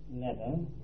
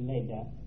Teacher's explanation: a medial TH in English is a D in German, and they don't use that letter A in the middle because they don't have our vowel problems, then the German word leder is the English word leather.